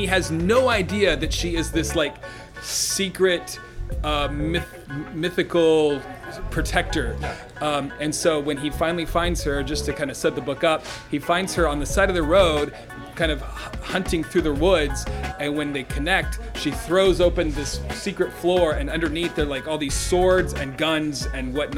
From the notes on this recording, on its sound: Yet another live stream at Doc's Comics & Games